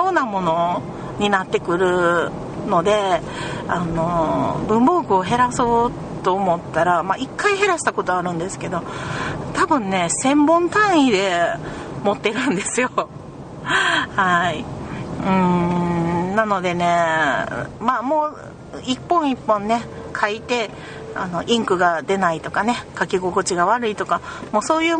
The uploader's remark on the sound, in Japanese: なんと130㎏ものゴミを車に積んでの収録でした。時々、ギシギシという車の音が聞こえるかもしれませんｗ。